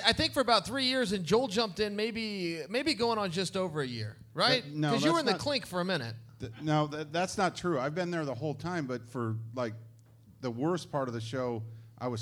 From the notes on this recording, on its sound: Live on stage. Live in Las Vegas. For a wild on stage collaboration!